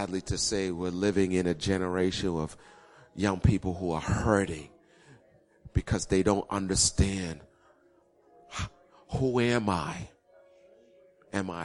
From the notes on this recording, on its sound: Recorded 02-14-2016 8:30am Service